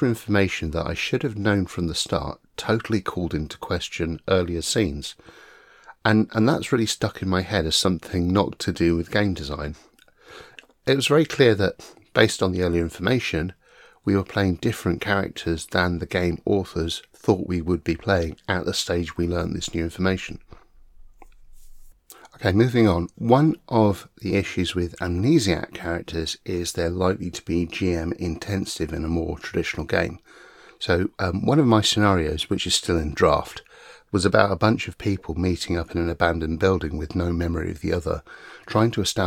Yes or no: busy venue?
no